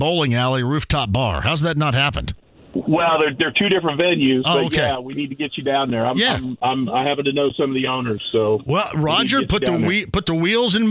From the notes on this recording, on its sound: listener phone calls